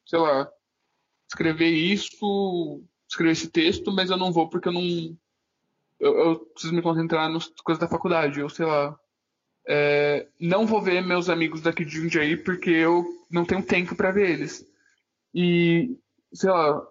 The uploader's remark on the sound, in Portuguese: Pedimos desculpas pela qualidade do áudio. Passamos por alguns problemas envolvendo reformas, uma casa sem móveis e uma conexão de internet caindo mais que a popularidade do Temer.